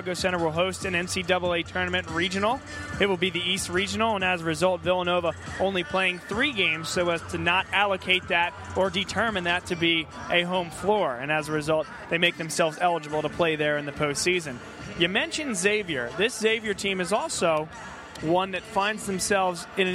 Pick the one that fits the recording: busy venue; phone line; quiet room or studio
busy venue